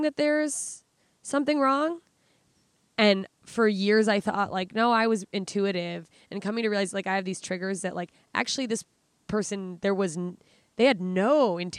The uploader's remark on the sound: Recorded live from beautiful Debs Regional Park in Los Angeles, CA.